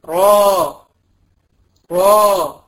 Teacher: في الريه المفخمة بقى اللسان بيسحب ورا شوية عشان هو بيرتفع